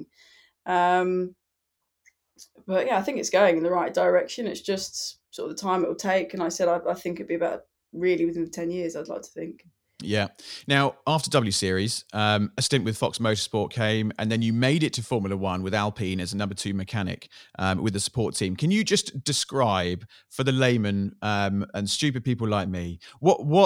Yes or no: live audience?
no